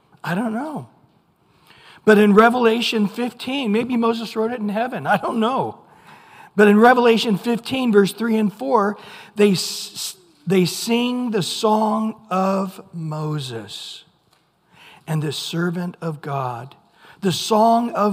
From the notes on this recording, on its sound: Recorded at Calvary Chapel of Los Alamitos on July 26 2023 on Wednesday evening sermon.